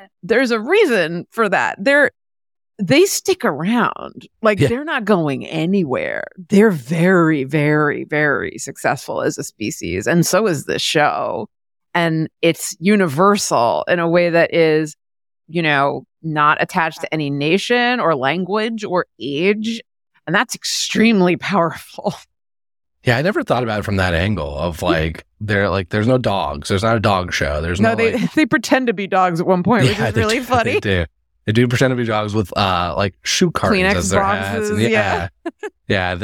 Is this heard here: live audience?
no